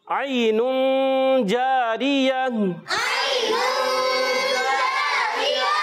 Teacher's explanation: غنہ کریں گے، اور یہاں جیم کی ادائیگی کلیئر رکھیں گے، جیم کو چے کی طرح نہیں پڑھنا، یعنی مکسنگ نہیں کریں گے · Term: جیم کی آواز کلیئر